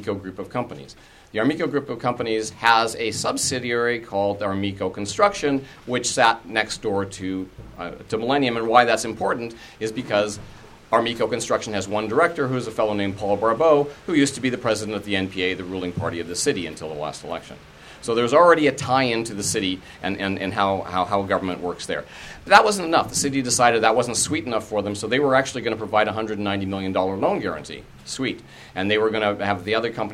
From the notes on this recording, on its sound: Recording of the Olympic Resistance Network press conference. At the Anti-Poverty Committee office on Coast Salish land (know colloquially as Vancouver) downtown eastside neighbourhood.